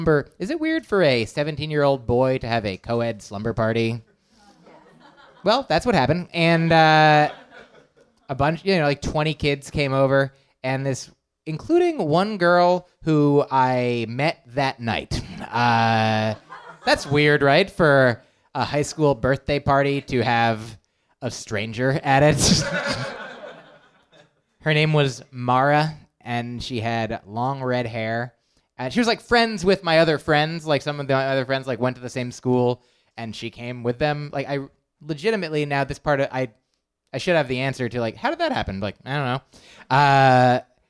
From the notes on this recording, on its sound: Recorded live on February 22, 2018 at the Meltdown Showroom, Los Angeles, CA